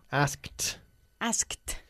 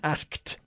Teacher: Una T inglesa que se produce en el techo de la boca, en el paladar